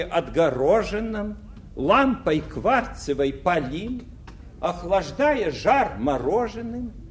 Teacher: И все ударение на третьем слоге от конца дактилические. · Term: дактилических рифмах